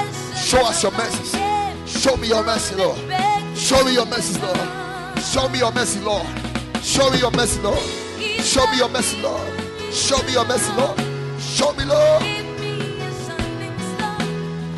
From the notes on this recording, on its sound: Preached at the Sunday Service